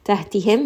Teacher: ha is going to be from the middle of the throat. Give it a little bit of humps, a little bit of air. Tahtihim, mim has tawassut, fa ahlaknahum.